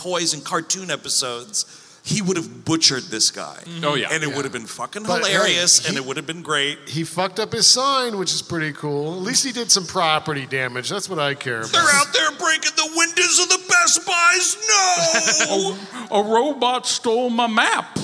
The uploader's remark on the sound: Recorded live at the Majestic Theatre. In Detroit, MI.